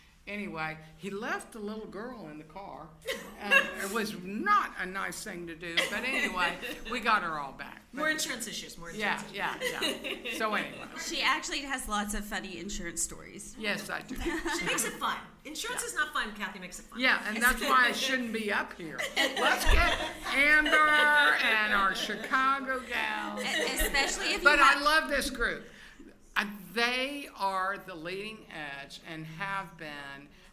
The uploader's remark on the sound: We had local small business owners, former guests from the show, members of the press and our friends who came out to celebrate. Our live recording from the event that was sponsored by Swoozies.